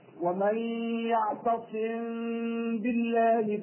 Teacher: الميم الساكنة اللي بيجي بعدها باء بنعمل فيها إيه؟ بنخفيها، بنخفيها عند الباء. · Term: الإخفاء